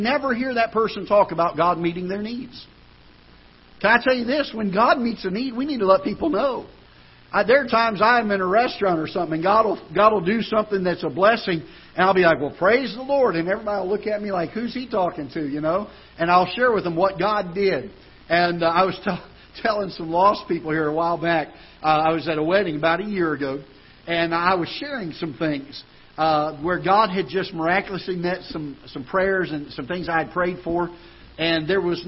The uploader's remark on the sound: Ketha Heights Baptist Church ~ Live Broadcast